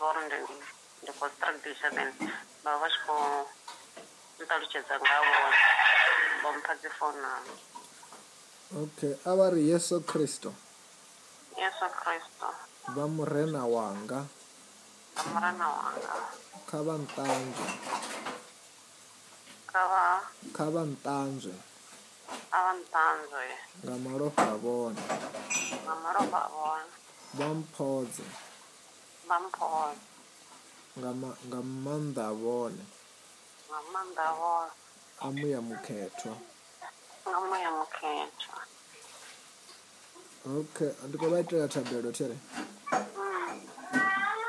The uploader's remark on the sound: healing over the phone